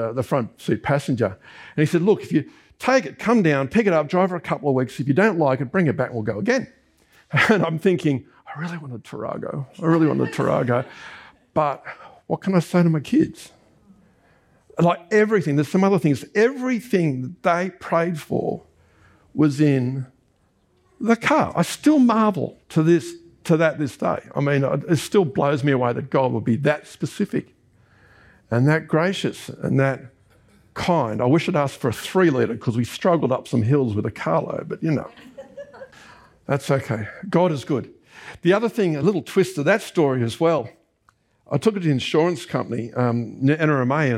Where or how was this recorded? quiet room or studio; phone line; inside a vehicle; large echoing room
large echoing room